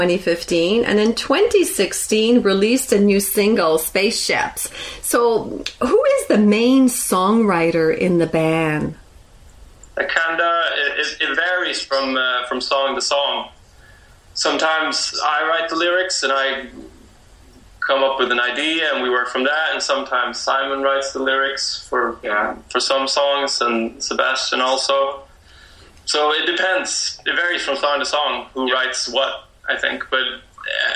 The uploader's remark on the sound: via Skype from Stockholm, Sweden